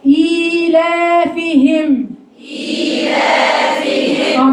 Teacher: الياء اللي في أول إيلافهم هتبقى قد الألف اللي في إيلافهم. الزمن ده هو الزمن ده لأن ده مد طبيعي مقداره حركتين وأيضا ده مد طبيعي مقداره حركتين.